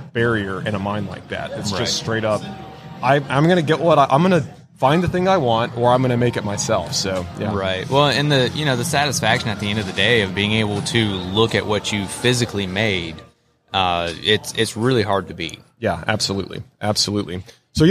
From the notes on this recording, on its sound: LIVE from WORKBENCHcon 2022